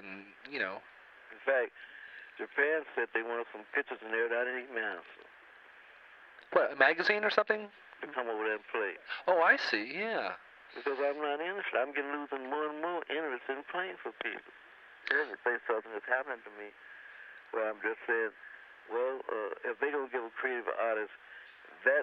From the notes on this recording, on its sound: Phone call